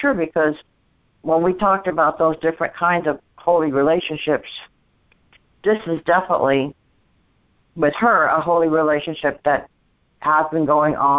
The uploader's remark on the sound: ACIM Daily TEXT Conference Call